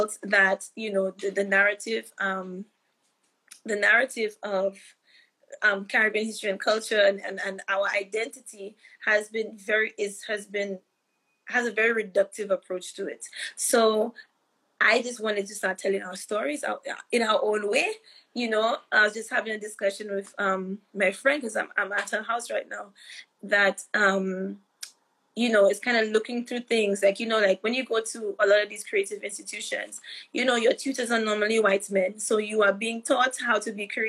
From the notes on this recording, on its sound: live Instagram interview